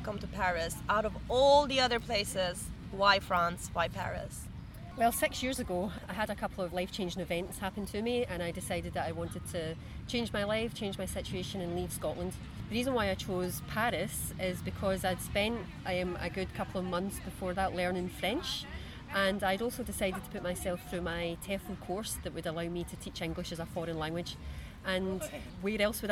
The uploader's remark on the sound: We recorded this episode on 10 September 2023, at Bois des Vincennes. At Bois des Vincennes.